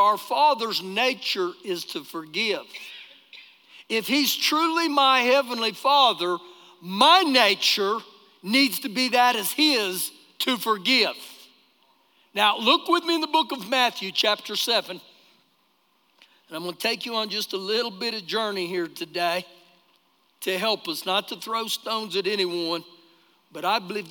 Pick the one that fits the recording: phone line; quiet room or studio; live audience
live audience